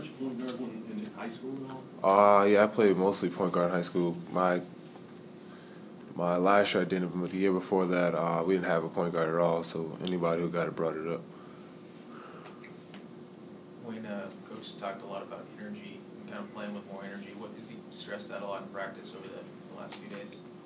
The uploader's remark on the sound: Press Conferences & Post-Game Interviews